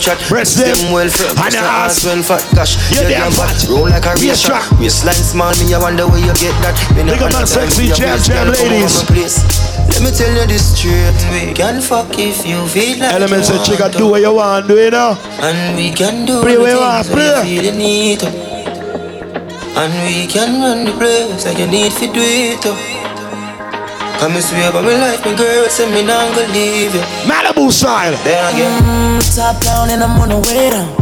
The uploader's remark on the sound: LIVE IN SEATTLE